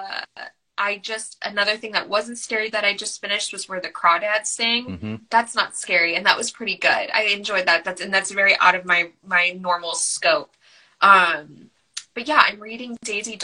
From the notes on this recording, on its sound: Originally recorded on Instagram Live